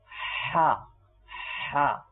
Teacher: কিন্তু ওই হাটা একটু দেখেন, একটু হার্ড হবে না? হা হা, হলকের কণ্ঠনের মধ্যখান থেকে কিন্তু এই উচ্চারণ হয় এই হাটা